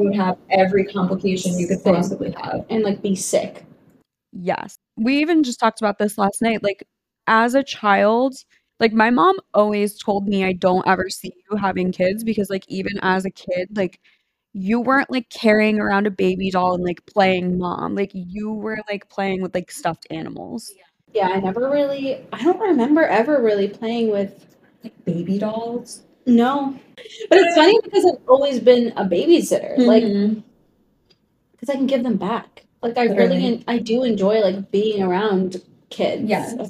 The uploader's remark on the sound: Our first in person episode!! We had audio issues.